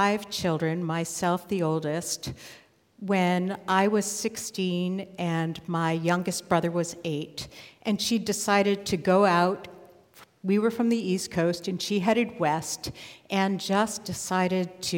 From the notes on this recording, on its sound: live at Nordia House in Portland, OR Portland Story Theater